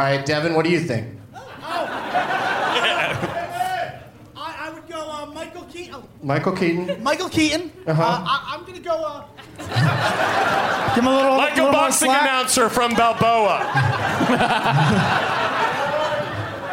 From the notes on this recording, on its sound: Live from Boston's Brighton Music Hall